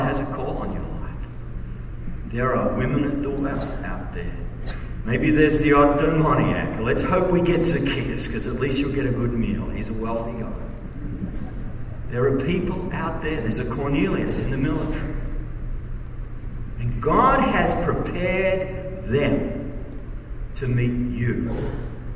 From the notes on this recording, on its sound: message at the Kingdom Impact Conference